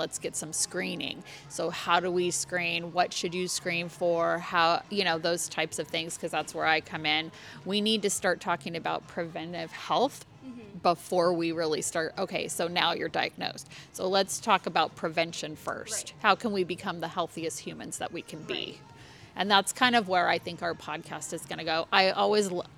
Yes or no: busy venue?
yes